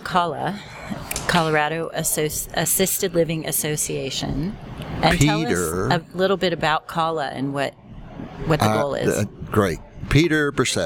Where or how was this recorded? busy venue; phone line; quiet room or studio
busy venue